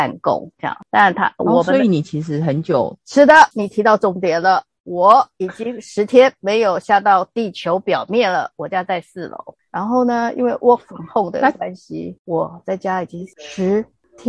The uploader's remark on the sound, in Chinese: 姐姐們兩地開錄。首度使用ZOOM軟體嘗試遠距錄音，音質不比專業錄音室，請多擔待嘿。